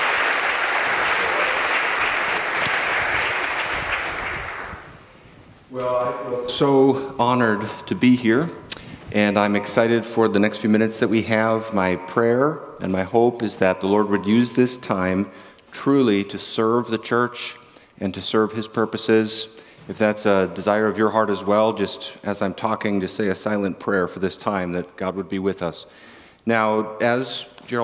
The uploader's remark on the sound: In this talk at the 2022 Center for Pastor Theologians Conference